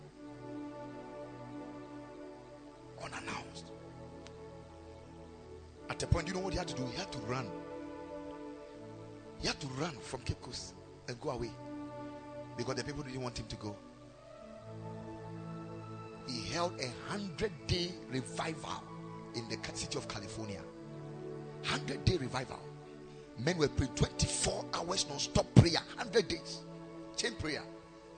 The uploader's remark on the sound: Preached at Ekklesia Chapel